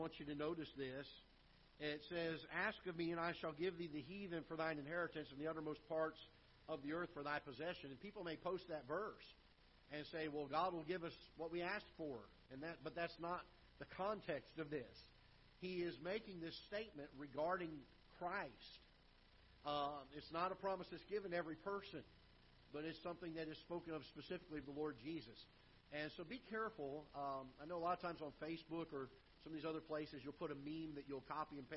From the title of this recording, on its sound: Ketha Heights Baptist Church ~ Live Broadcast